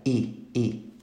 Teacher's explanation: El sonido I chocaría en el paladar, justo encima de los dientes